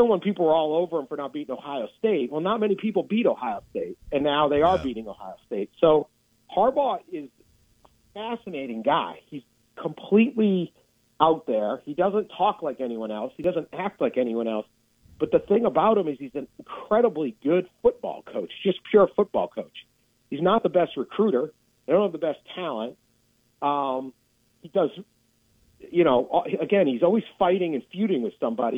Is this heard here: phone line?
yes